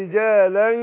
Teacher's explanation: خدي بالك الاخفاء، اقول رجالا مع الغنة حركتين